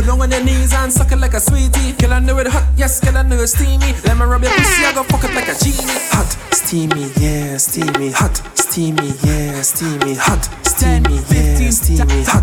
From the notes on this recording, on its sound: Live audio recording of my set at Island Saturdays on Oct 7 2023